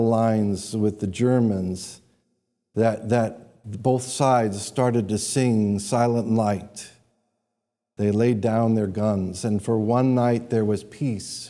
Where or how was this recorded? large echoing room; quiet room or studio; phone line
large echoing room